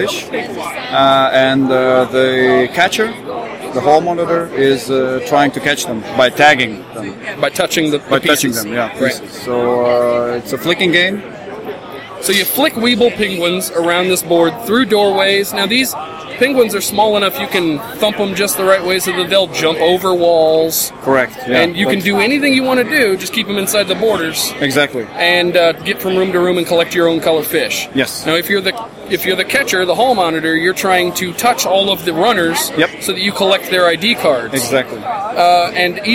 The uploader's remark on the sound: Live from GenCon 2016!